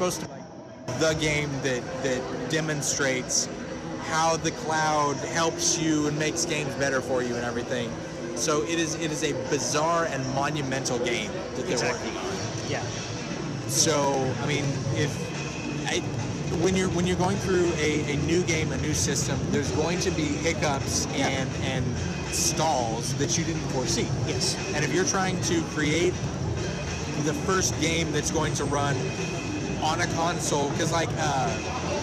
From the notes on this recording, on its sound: Live from Let's Play Gaming Expo! We are LIVE from Let's Play Gaming Expo.